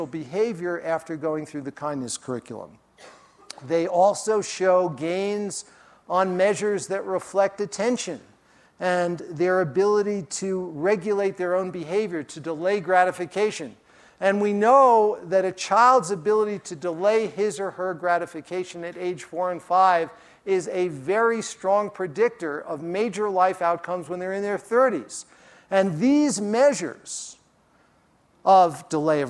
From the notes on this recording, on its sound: during his talk at the Festival